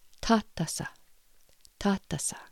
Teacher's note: So the Pawnee T is a soft T. Your tongue needs to be behind your teeth.